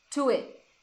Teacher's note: Pode perceber que ele não vai falar o T do it.